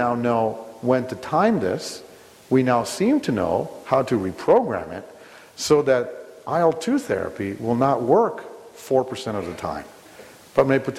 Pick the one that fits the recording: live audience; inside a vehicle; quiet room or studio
live audience